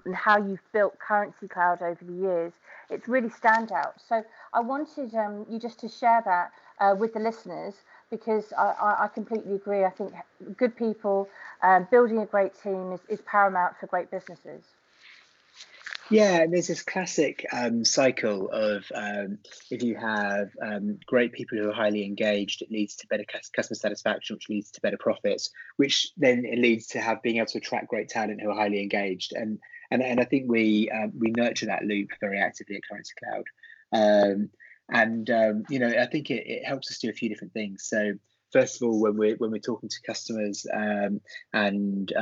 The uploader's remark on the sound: is joined on Skype